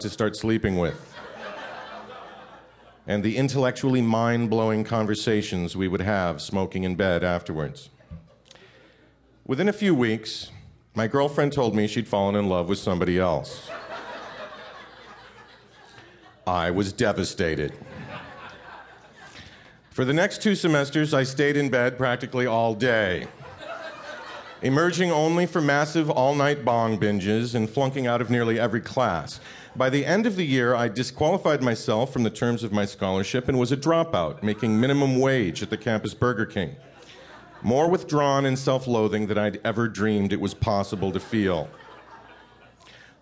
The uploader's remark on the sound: This piece was recorded at Un-Cabaret's series "Say the Word", featuring great comedy writers reading their own original first-person nonfiction at the Skirball Cultural Center in Los Angeles.